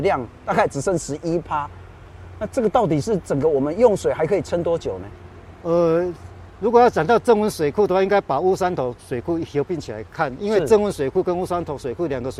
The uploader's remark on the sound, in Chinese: 雲林古坑乾旱現場